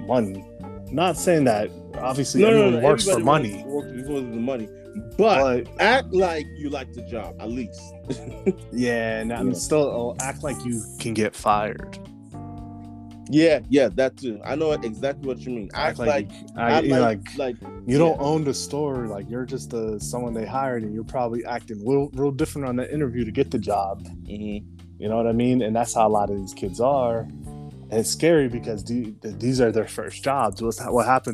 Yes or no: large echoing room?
no